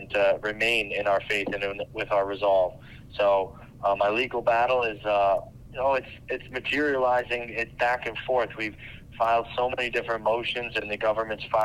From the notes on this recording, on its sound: He joined us by phone earlier from a maximum security federal penitentiary.